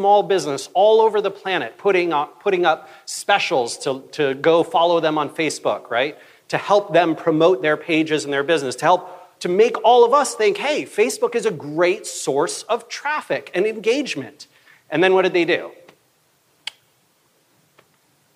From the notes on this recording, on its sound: keynote talk from September's BrightonSEO conference